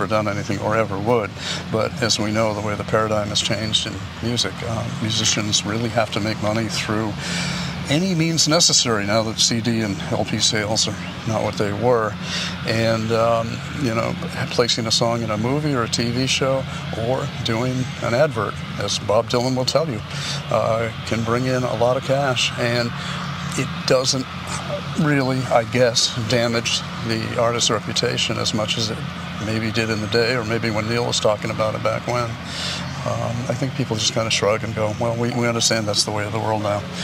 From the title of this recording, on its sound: Takin A Walk in Brookline Mass.